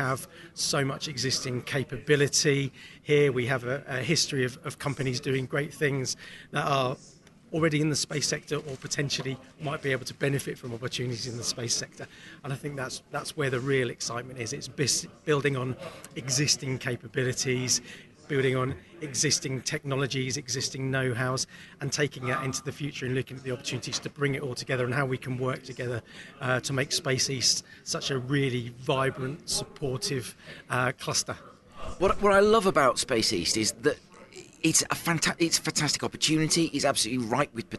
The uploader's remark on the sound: heads out to Adastral Park near Ipswich for the Connected Innovation conference